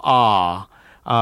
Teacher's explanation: To say ah is about as non-nasal as you can get. · Term: dental vowel